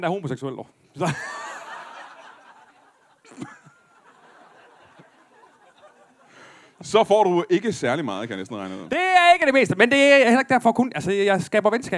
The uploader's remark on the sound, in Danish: LIVE fra Randers